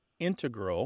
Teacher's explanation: You mainly hear integral with the stress on the first syllable among mathematicians and specialists in scientific fields that use a lot of math.